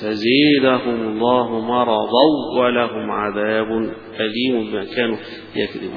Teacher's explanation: مرضا ولهم عذاب أليم في الإدغام الكامل بغنة للجميع ما عدا وجه لحمزة فيها بغير غنة وهو قراءة خلف عن حمزة.